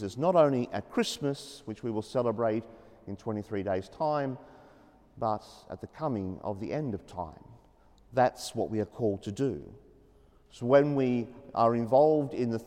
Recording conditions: large echoing room